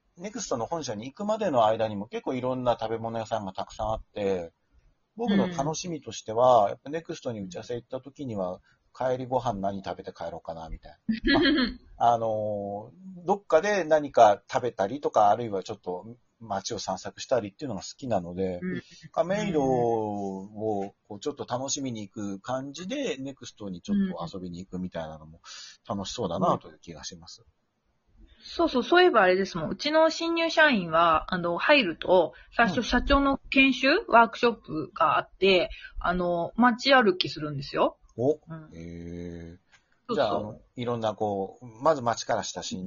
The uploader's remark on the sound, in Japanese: リモート収録なので本人の姿は見ていないけれど。6分49秒から数秒間、通信エラーによる無音があります。リモート収録機能により、各々の自宅からトークに参加できます。